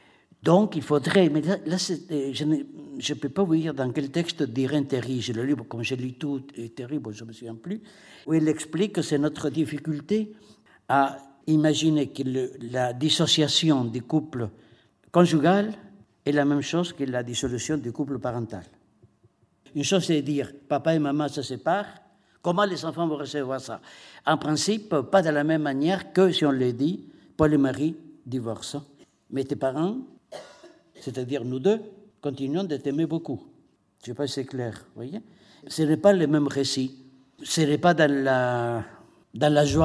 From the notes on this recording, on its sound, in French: lors du colloque ANDESI/FRACTALE des 26 et 27 novembre 2015